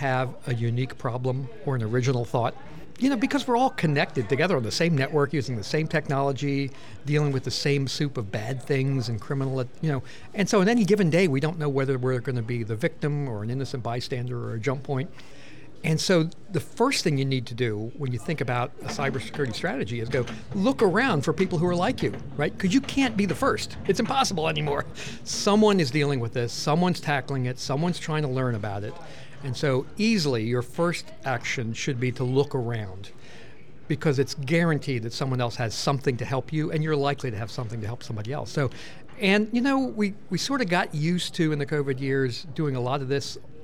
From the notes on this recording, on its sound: 2023 CyberMaryland Conference. At this year's conference – which took place from December 6th to 7th, 2023, in Hyattsville, Maryland.